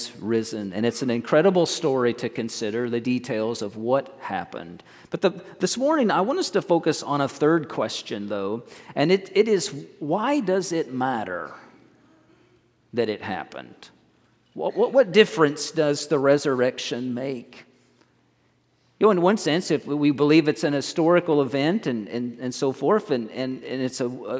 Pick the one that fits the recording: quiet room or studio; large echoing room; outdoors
large echoing room